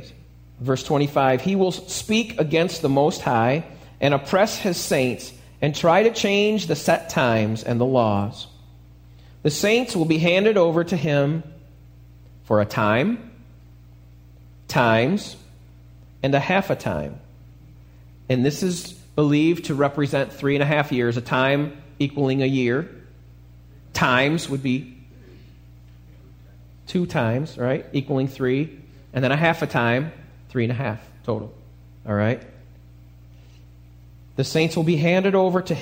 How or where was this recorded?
large echoing room